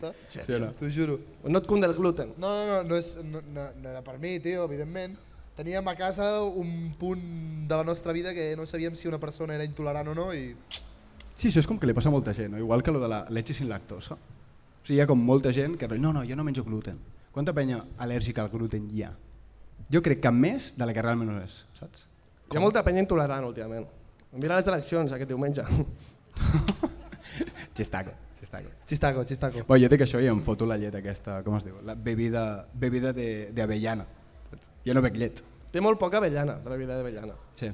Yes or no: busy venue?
yes